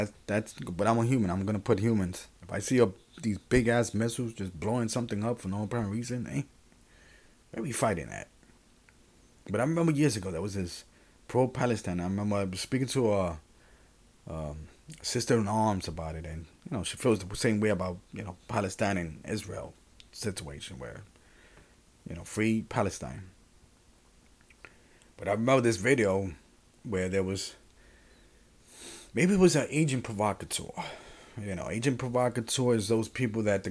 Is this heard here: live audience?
no